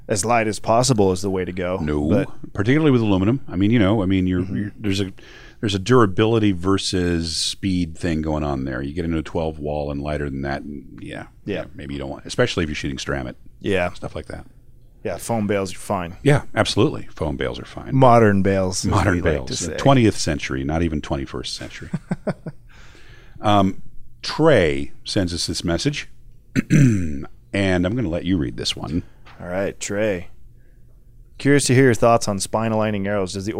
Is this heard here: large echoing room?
no